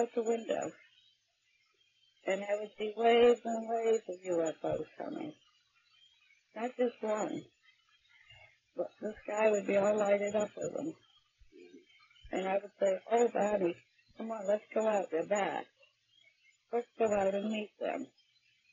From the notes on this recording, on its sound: WARNING: Poor audio quality, raw, and uncut.